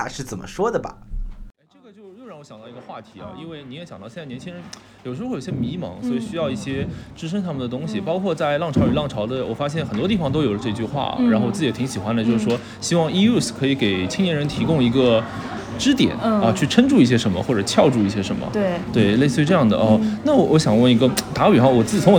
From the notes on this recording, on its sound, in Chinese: 参观了11.19-12.19会在上海chi K11美术馆四号展厅持续展出的展览“浪潮与浪潮”。本期除去两位主播对谈的素材之外，也使用了现场采访以及展览现场音频的方式进行呈现。展品现场沉浸音频。